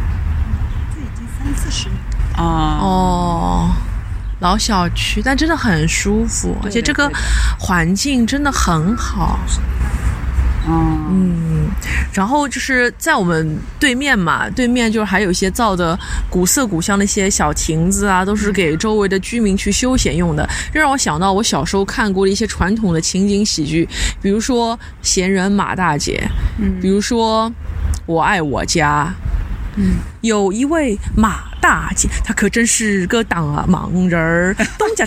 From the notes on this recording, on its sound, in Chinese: 来到杭州展开了一场为期一天半的“访友之旅”，也是主播们第一次尝试边走边录，在万物有灵皆美的大自然中，与花鸟鱼虫一同放声。去到开在春光明媚小区里的蕙心小吃店、CIRCLE咖啡店、五柳巷和胡雪岩故居。于民宿大堂早餐时间的录制。